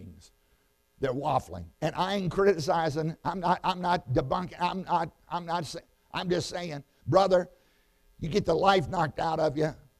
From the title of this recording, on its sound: Sun AM Service